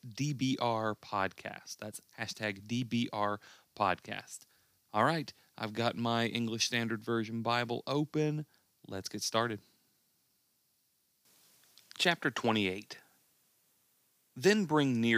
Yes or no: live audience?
no